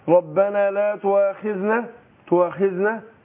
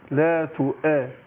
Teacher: أنا عايز أحقق الهمزة عشان ما تسقطش · Shown in: second take